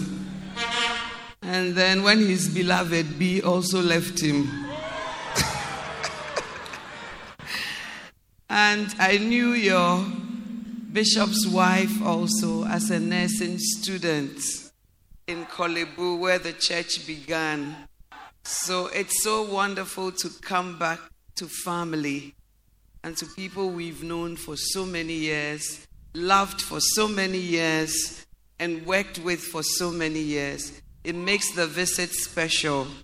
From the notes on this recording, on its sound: Preached at The Way Cathedral, Ayawaso-Ghana